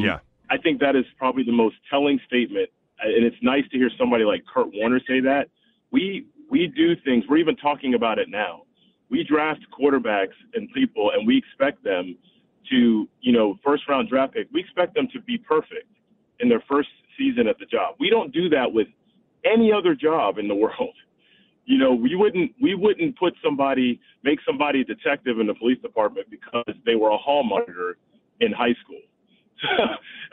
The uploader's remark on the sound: Opened up the phones to callers to weigh in on the QBs and the future at the position.